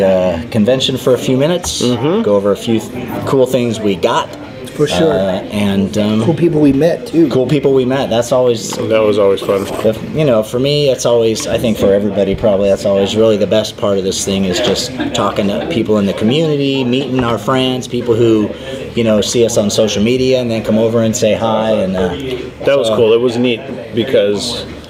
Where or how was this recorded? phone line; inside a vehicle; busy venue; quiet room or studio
busy venue